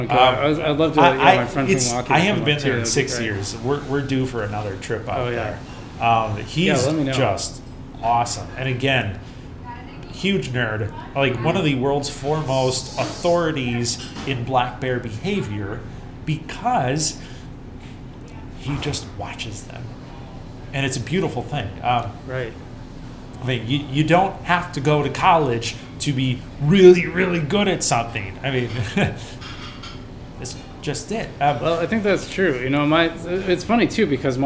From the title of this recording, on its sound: Live at Daly's